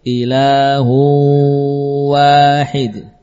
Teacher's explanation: Karena ada gunnah itulah akhirnya dipanjangkan zamannya, ya. Karena ada gunnah yang diserap oleh wawu atau ya, maka gunnahnya, maka apa, zaman dari tasydid wawu itu seperti kita menahan nun tasydid.